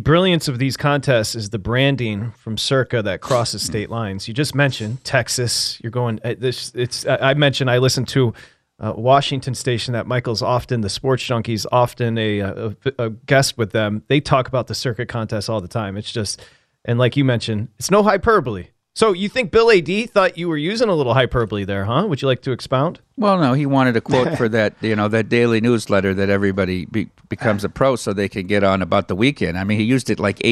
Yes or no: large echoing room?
no